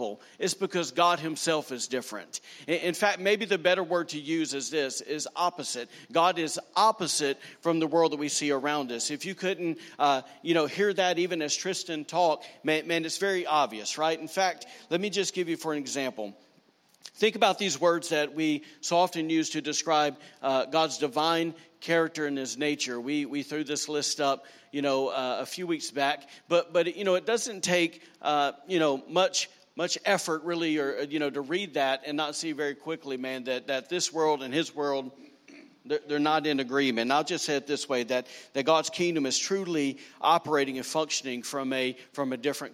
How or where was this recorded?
large echoing room